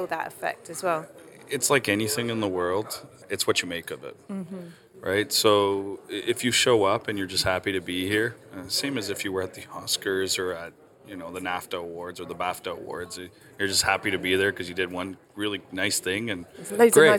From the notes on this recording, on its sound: This episode was recorded at this year's GESF.